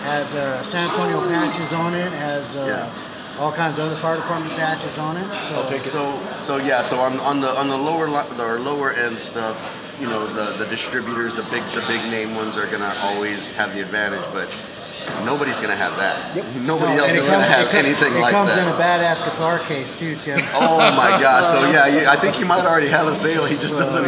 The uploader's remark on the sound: The Virtual Cast comes to you Live & on location from The Dog Haus